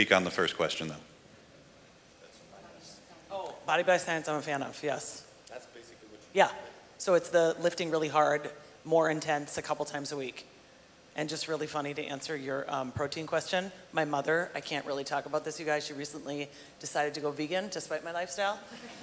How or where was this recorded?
busy venue